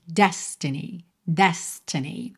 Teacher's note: normalmente, a sílaba tônica dessa palavra é a primeira